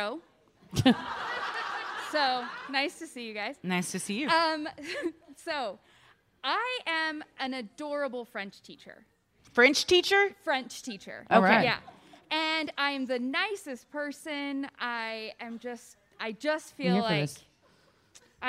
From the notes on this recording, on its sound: Recorded Live at Wiseguys, Salt Lake City.